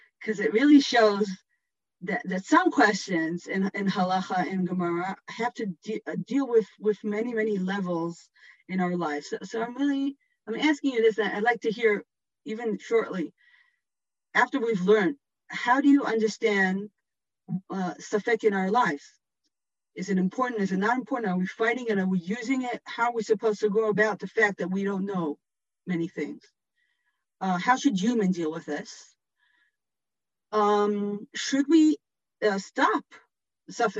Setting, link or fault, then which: link, video call